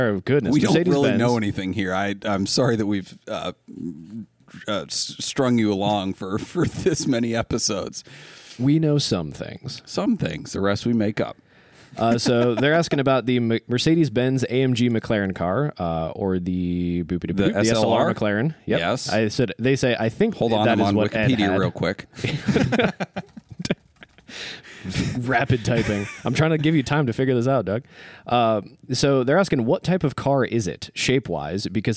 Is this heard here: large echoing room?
no